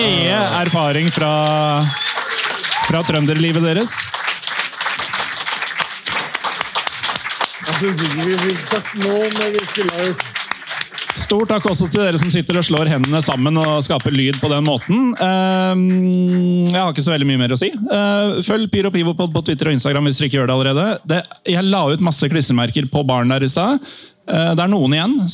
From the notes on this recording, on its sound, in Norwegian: Live fra E.C. Dahls! Vi feiret 200 med ølsmaking på bryggeriet FØR podcasten.